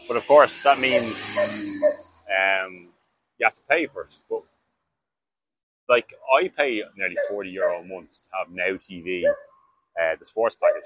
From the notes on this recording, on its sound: I also got a new microphone and having listened back, it's pretty shit quality.